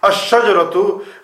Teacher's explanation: The lam has merged into the sheen and disappeared completely. You don't recite it.